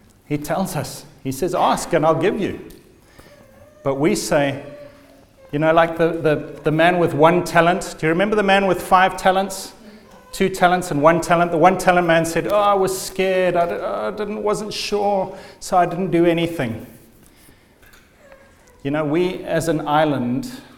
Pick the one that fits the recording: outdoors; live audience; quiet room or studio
live audience